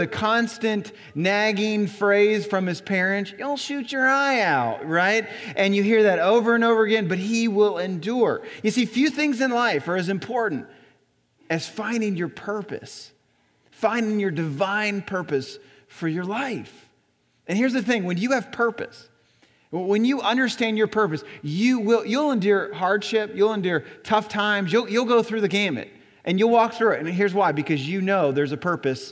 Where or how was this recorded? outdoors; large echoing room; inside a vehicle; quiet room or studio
large echoing room